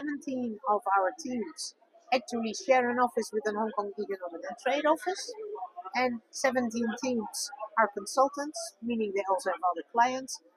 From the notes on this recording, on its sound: Amsterdam Fintech Week (XFW). Step into the heart of fintech innovation with our live coverage of Amsterdam’s Fintech Week (XFW)!